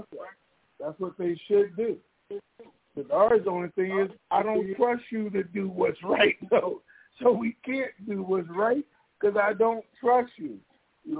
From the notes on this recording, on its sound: TNTSuperfantastic Conferencec Call